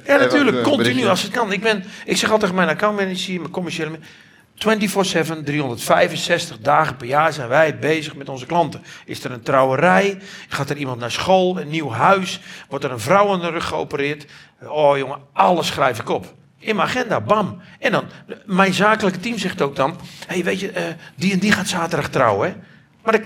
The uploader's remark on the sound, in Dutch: Deze uitzending is opgenomen tijdens de het live-event in samenwerking met Q Concepts. 80 aanwezige luisteraars.